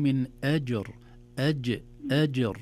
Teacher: لابد أن نعطيها صفة الشدة، بمعنى ينحبس الصوت في الجيم. أج أم لو أن أج لن نستطيع أن نقلقل مطلقا مهما حاولنا، لأن الصوت لا ينحبس. · Term: قلقلة